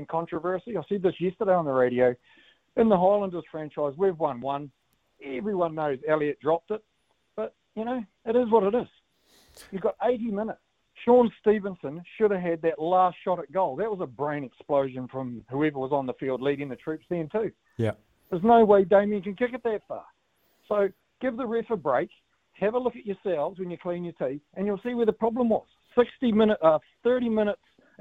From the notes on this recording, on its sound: listeners call